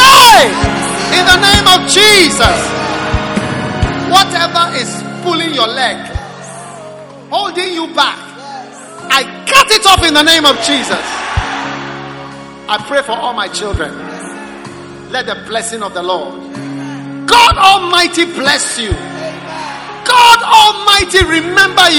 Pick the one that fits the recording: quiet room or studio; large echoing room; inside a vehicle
large echoing room